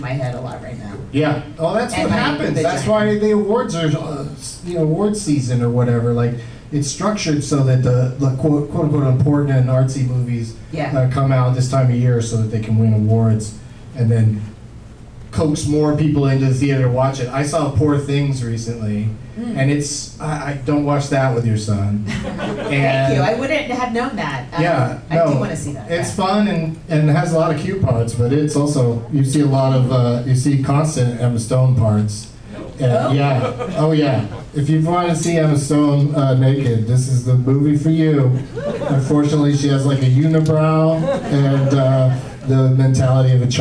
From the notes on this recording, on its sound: Live from the Punchline in Sacramento